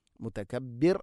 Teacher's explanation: റാഇനെ തർഖീഖ് ചെയ്യണം, നേർപ്പിച്ചുകൊണ്ട് ഉച്ചരിക്കണം.